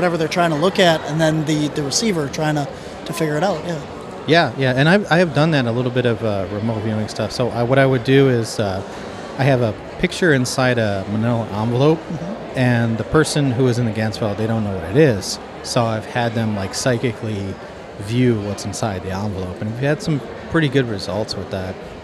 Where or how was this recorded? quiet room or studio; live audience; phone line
live audience